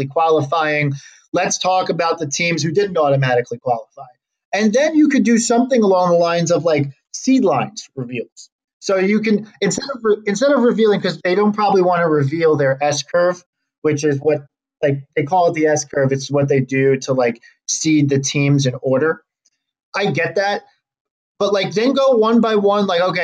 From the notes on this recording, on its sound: we recorded remotely this week, so plenty of technical difficulties